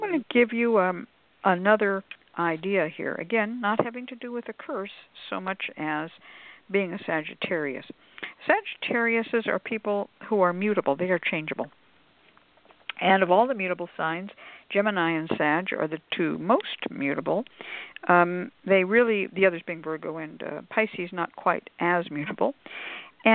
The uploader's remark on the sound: a real, live call-in show